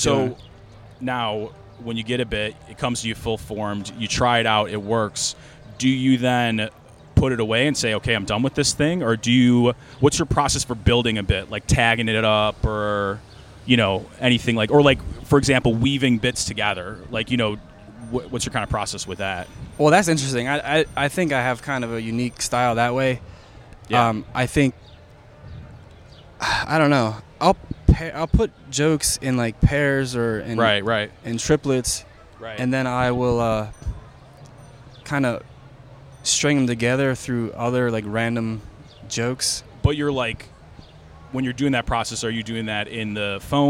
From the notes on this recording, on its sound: Recorded outside the comedy open mic at Max's Taphouse. On Saturdays in Baltimore.